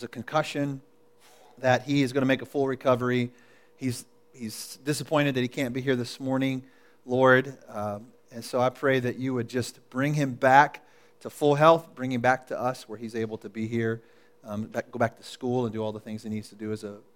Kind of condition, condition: setting, large echoing room